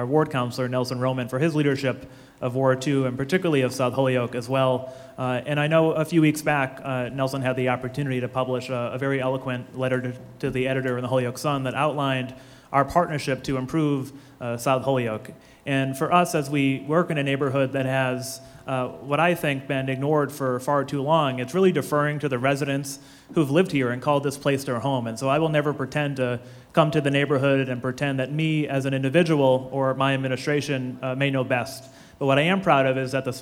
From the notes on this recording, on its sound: This is the recording of the Holyoke Mayoral Candidates Forum. At El Mercado, in South Holyoke.